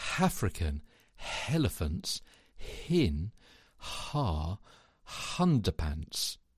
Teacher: Balanced onset phonation sends more air through the vocal folds and is kinder to them, such as making a sound or a breathy, throaty hum. So try putting a silent H sound at the start of each word in that phrase so that you glide into each initial vowel rather than attacking it